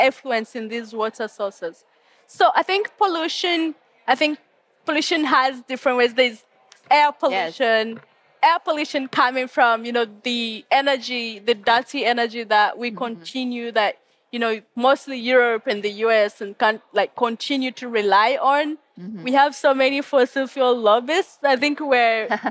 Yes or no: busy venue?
yes